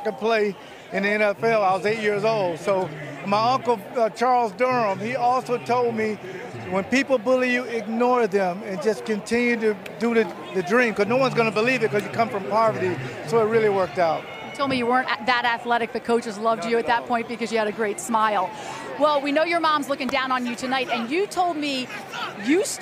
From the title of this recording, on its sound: Live From Canton Ohio Home of the NFL Hall Of Fame